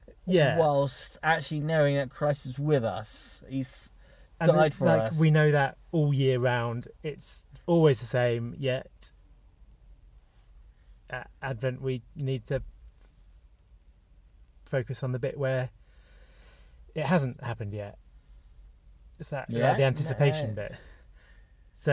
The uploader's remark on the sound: This is the start of two episodes we recorded in a car, in a random pub car park, when it was raining